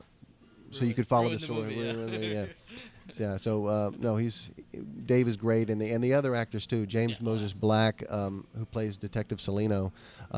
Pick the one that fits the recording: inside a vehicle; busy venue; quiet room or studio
busy venue